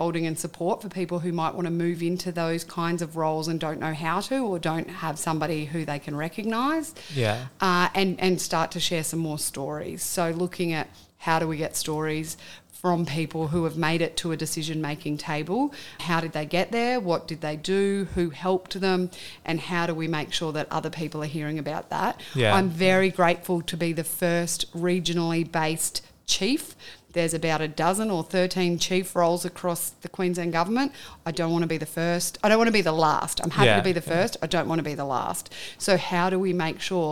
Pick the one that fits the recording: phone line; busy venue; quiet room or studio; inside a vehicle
busy venue